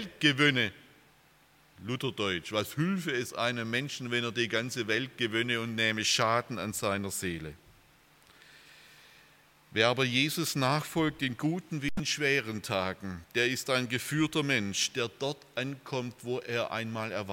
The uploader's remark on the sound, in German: aus dem Gottesdienst der Liebenzeller Mission